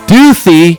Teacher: the Spanish Z, which of course in Spain is pronounced like a TH